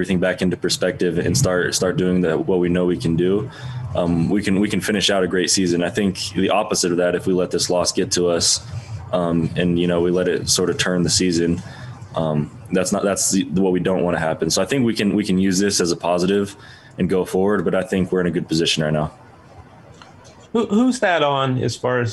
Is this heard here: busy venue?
yes